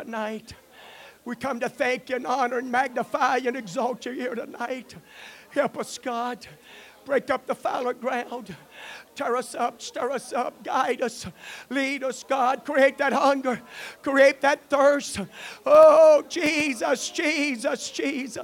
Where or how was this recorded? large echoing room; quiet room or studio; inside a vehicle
large echoing room